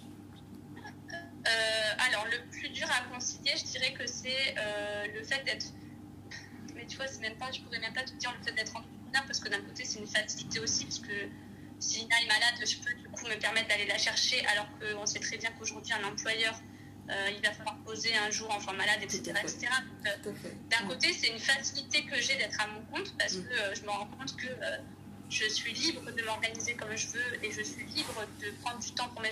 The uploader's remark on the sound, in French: Je vis dans la région parisienne. Qu’importe, notre entretien aura lieu par téléphone.